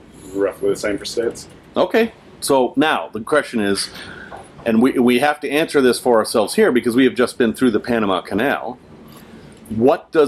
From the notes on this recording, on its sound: LIVE from Off the Coast of Panama. We're off the shore of Panama in a 90,000 lb van!